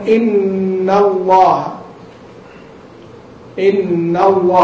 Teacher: هنا اللام تفخم لأن قبلها فتح